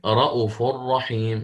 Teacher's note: رؤوف يقرأ بحذف الواو المدية